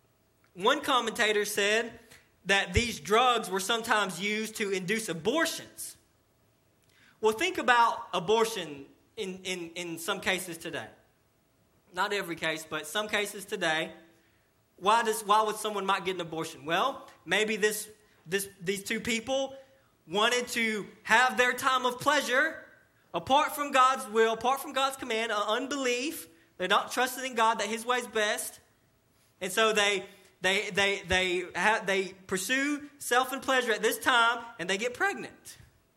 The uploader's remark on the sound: Sermon delivered to Cottondale Baptist Church in Eastman, GA during the 11:00am service on 6/10/18.